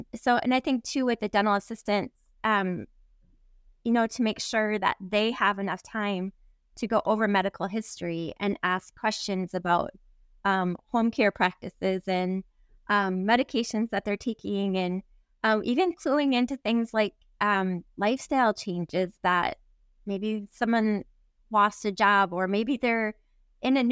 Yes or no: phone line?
no